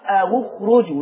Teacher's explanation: ورش نفس القضيه، هيضم الواو